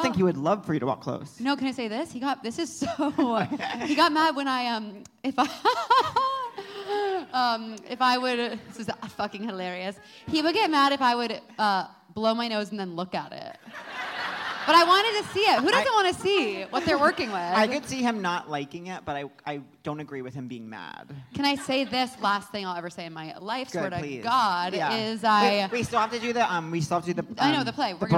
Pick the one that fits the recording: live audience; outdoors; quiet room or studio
live audience